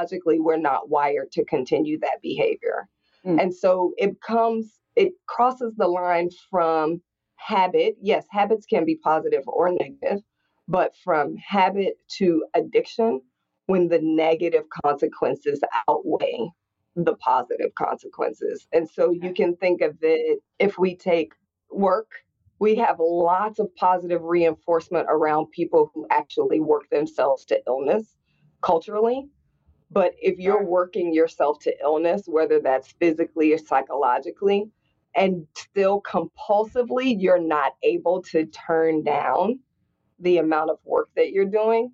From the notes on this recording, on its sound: Live from the Rock Health Virtual Summit